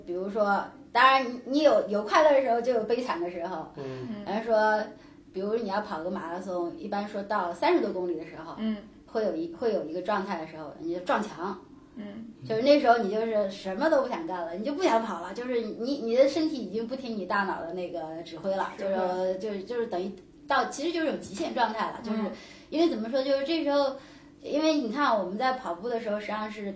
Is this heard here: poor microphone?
yes